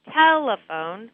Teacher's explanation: the first syllable is the stressed syllable. So as I'm saying telephone, I will pull on the rubber band for tell and then reduce the other syllables, the phone, so I'm not saying them as clearly.